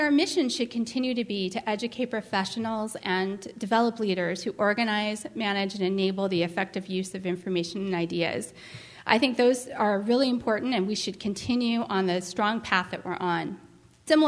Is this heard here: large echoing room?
yes